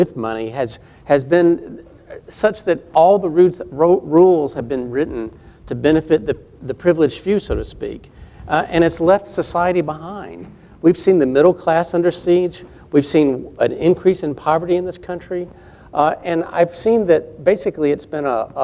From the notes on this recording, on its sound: This is a live recording of the American Democracy Project Town Hall Meeting. This event was recorded live Wednesday, October 27 on the campus of Georgia College.